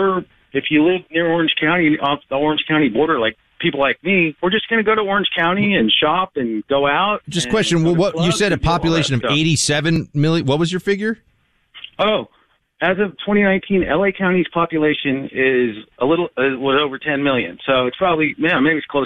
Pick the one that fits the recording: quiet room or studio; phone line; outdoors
phone line